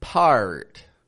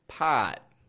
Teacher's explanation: The British R stays low in the mouth. · Shown in: second take